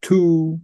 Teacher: You don't have to have electrodes, but if you say slowly things like two and T, well, when your tongue tip touches the palate for T, your lips are rounded for ooh, and your tongue body is also, you know, in place so that when you release, you get the ooh.